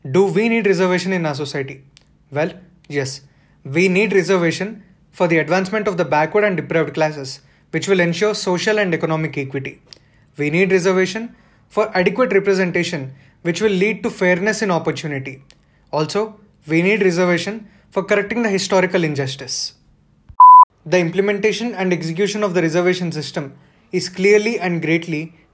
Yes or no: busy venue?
no